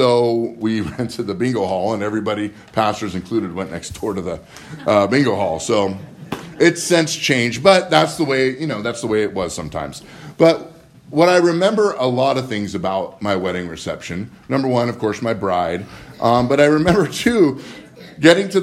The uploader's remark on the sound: Live from Living Word.